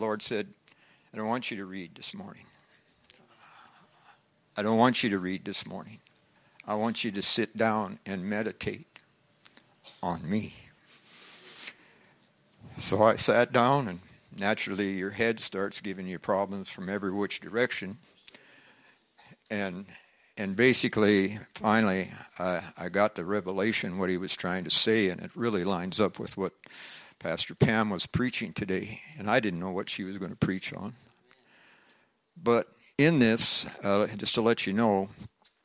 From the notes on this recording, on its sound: from the Sunday service on September 17, 2023 at Harvest Bible Church in Stockton, California